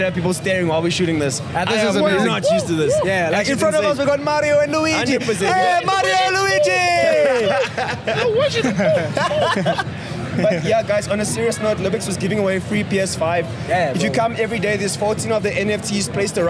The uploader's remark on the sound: Live at Comic Con Africa 2023. As they take the stage at one of the biggest pop culture events of the year.